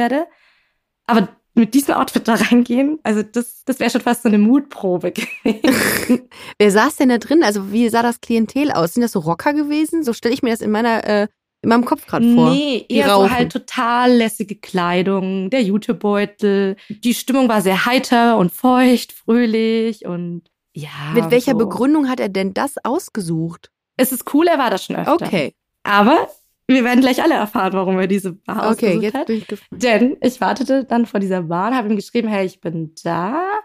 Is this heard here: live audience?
no